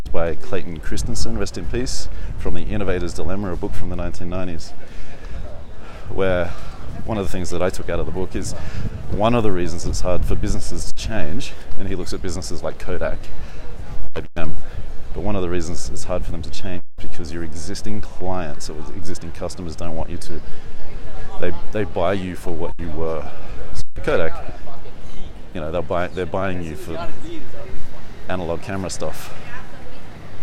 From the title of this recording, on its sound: Walk And Talk, Sofia, Bulgaria